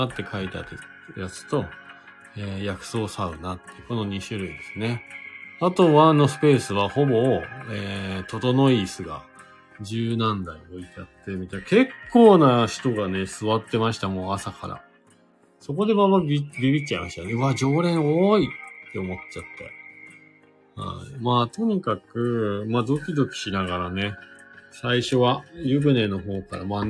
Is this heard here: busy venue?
no